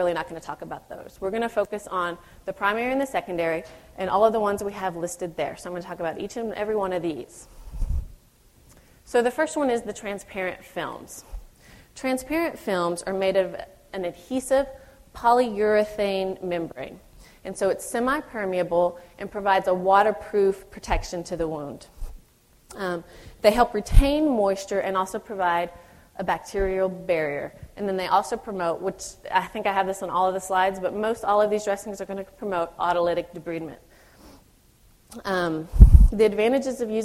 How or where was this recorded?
live audience